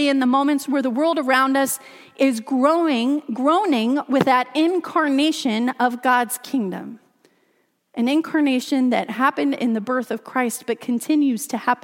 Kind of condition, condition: setting, large echoing room